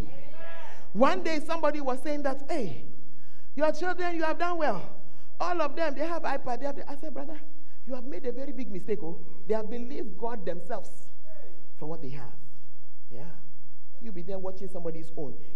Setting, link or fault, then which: setting, large echoing room